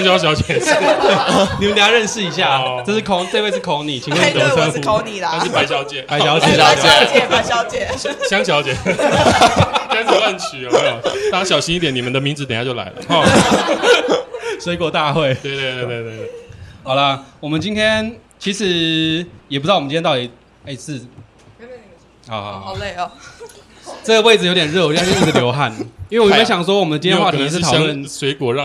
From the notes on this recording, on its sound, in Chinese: 這次的 Live Podcast 活動非常感謝咖哩逗陣贊助場地